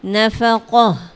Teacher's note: تا کو ہا بنا دیں گے